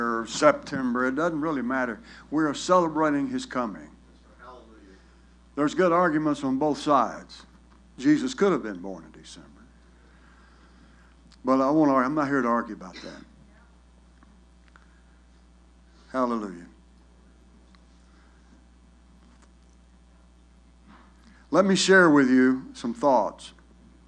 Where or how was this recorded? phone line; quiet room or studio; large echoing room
large echoing room